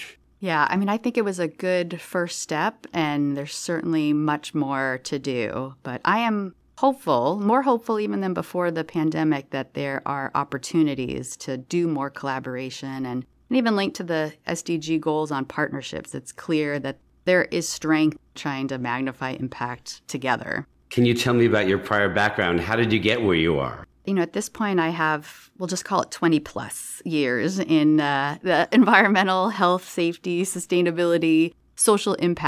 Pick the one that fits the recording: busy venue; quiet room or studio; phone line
quiet room or studio